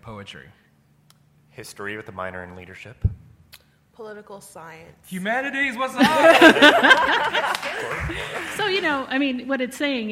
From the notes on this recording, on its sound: This week’s episode is the live recording of the panel I was on at SDCC 2019